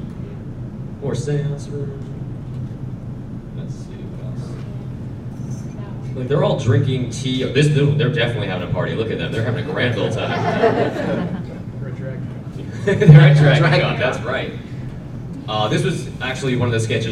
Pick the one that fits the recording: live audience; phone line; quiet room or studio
live audience